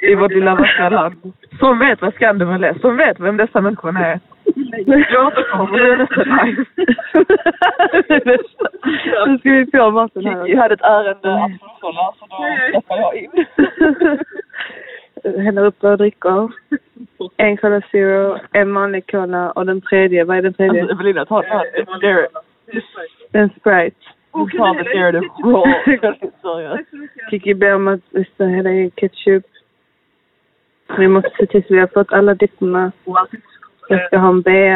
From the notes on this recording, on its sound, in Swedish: vanliga, härliga människors telefonsamtal